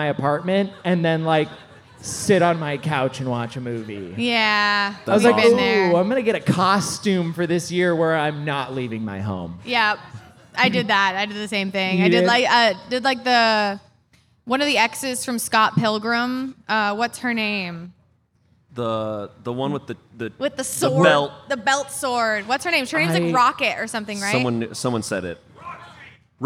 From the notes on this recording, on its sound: Live at Mythicon. Live from Mythicon!